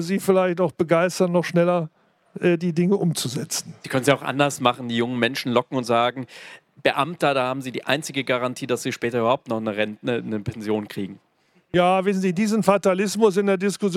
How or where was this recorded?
busy venue